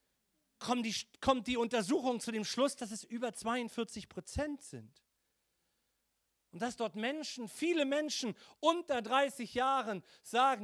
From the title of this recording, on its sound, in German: Heiligabend 2022 - Gottesdienst Predigt